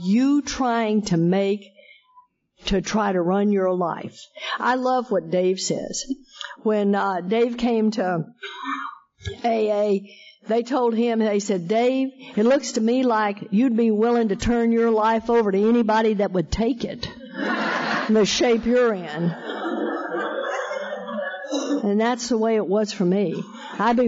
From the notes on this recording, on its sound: Friends in Recovery Roundup Rally held in Durban South Africa. This event is live and on Zoom.